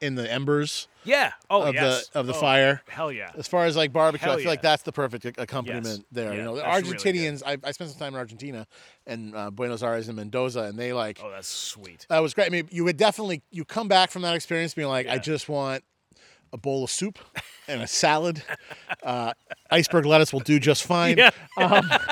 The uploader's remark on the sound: head out into the woods of Buxton, Maine